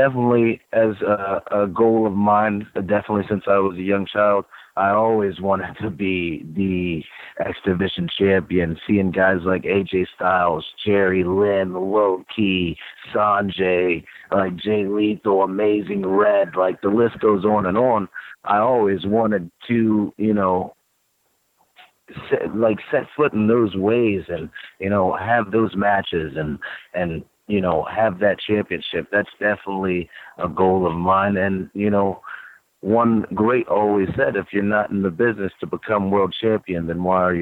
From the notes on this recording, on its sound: the full audio from Impact Wrestling's June 27, 2018 media call